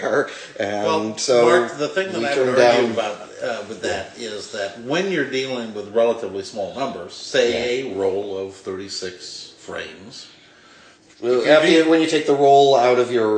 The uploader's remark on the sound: living room on the near-north side of Chicago, so there is a bit of echo